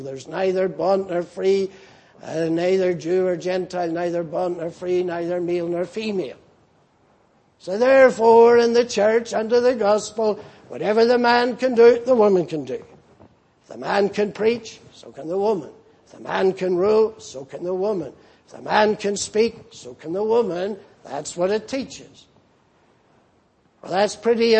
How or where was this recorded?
large echoing room